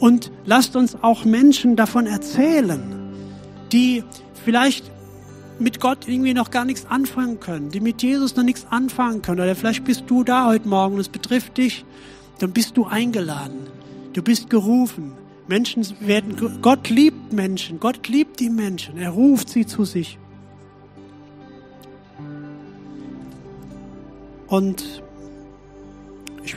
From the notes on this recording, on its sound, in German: Gottesdienst. Predigten aus der Missio Kirche. Gemeinde für Bad Kreuznach und Region.